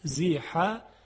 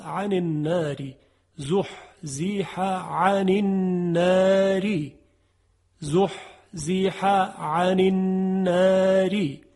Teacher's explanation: دو تا حرف حاء هست که از وسط حلق تلفظ میشه، زحزح، و بعد از اون یک عین هست، عن النار، زحزح عن النار، زحزح عن النار.